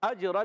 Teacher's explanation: اجرن میں حمزہ کو جیم سے جب ملائیں گے، جیم میں قلقلہ ہوگا، جیم ساکن ہے، آواز لوٹتی آئے گی، جنبش یا حرکت ہونا یہ قلقلہ کہلاتا ہے، آواز دوڑتی ہے۔